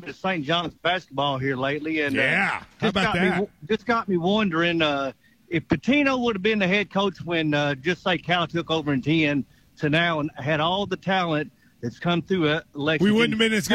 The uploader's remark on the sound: KSR is Live from KSBar & Grille